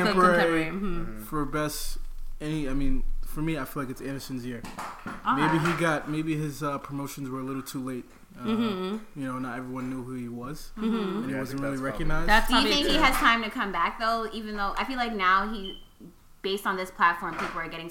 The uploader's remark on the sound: We hosted a Grammy viewing party and recorded live for this episode!